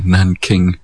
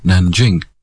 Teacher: And thus so, you end up with Nanjing these days, which used to be called Nanking. That hard K consonant was not really present these days. · Shown in: second take